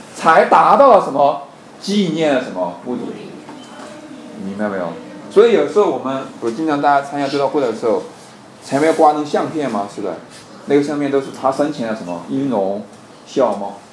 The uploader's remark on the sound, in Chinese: 虽是高中课堂录音